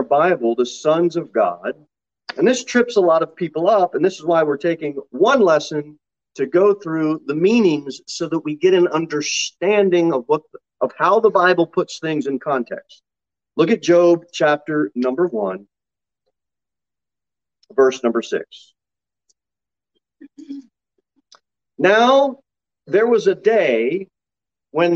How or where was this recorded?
large echoing room